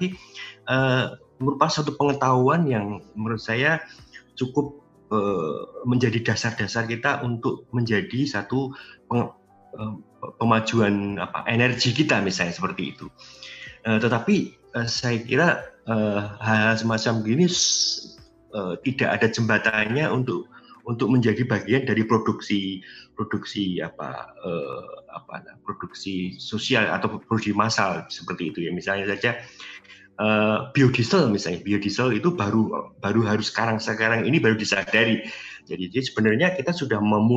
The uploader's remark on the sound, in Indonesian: rekaman diskusi bersama di dalam acara Diskusi Sambil Ngopi di Rumah Aja Kita yang telah diadakan oleh Pusat Penelitian Arkeologi Nasional secara daring melalui platform Zoom